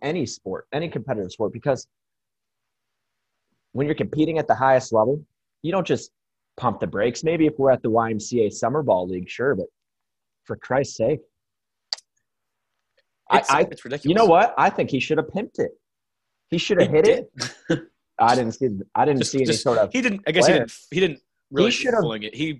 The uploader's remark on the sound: Podcast recorded virtually via Zoom to practice social distancing.